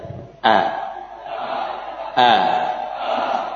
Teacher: A, A, ya. Suara bermula dari makhraj pangkal tenggorokan. A, kemudian kita lepaskan suara dari situ sambil kita membuka mulut. A. Nah, itulah hamzah fathah.